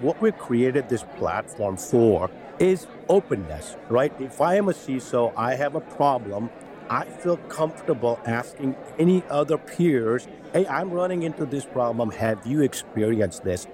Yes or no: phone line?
no